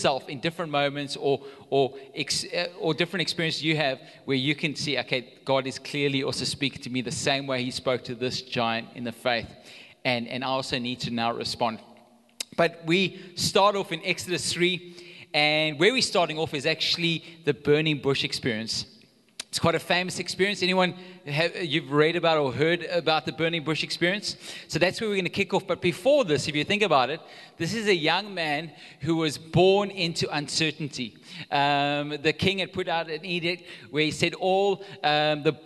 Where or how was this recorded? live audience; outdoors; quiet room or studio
live audience